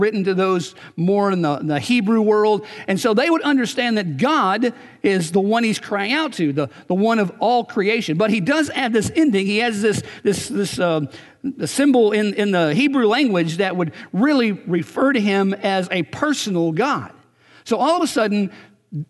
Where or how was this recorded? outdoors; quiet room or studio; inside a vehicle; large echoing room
large echoing room